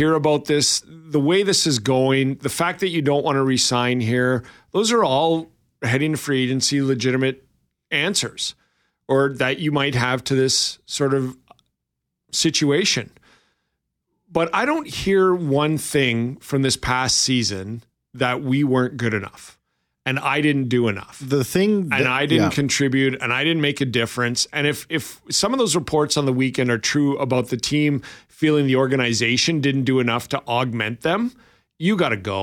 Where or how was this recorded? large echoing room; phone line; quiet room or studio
quiet room or studio